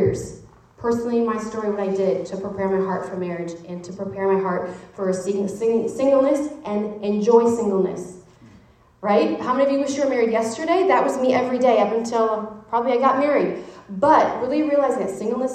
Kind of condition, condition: setting, live audience